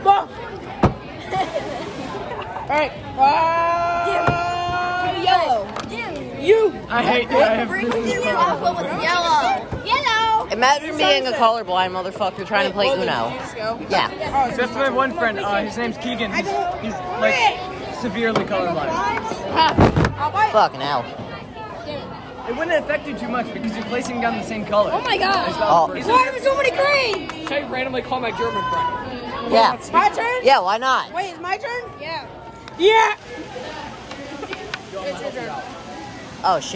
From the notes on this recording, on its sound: The school had an event in January and this dumbass decided to record